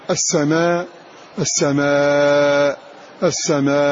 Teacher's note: هذا إذا كان مفتوحا إن كان مفتوحا فليس فيه إلا هذه الأوجه الثلاثة القصر الإبدال إبدال الهمز مع القصر والتوسط والإشباع